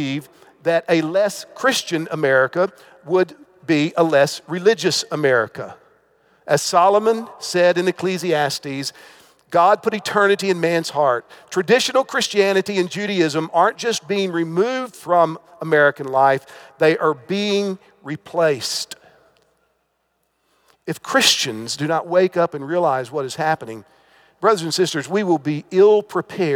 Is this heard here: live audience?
yes